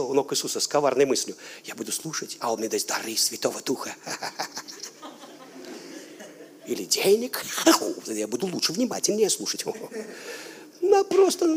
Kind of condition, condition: setting, live audience